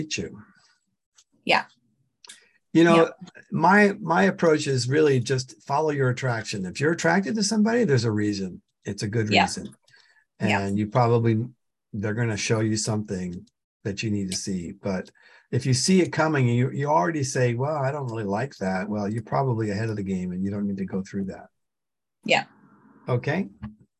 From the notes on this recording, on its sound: The shows are now all hosted on Zoom.